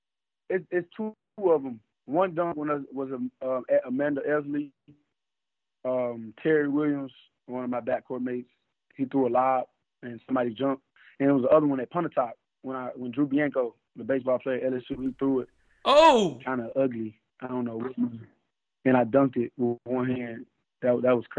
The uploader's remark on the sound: joined on the Modern Woodmen phone line (38:19)